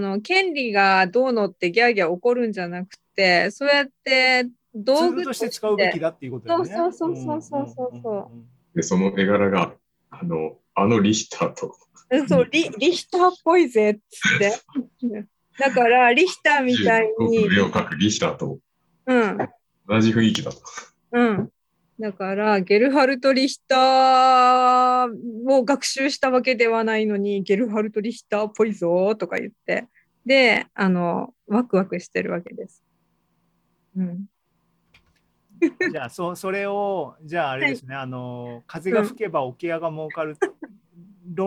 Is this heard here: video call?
yes